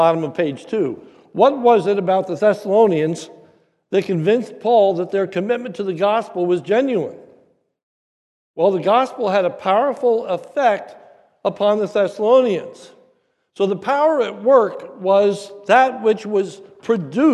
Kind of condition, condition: setting, large echoing room